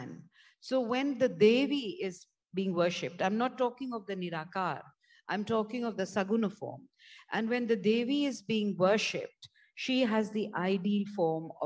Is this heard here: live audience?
yes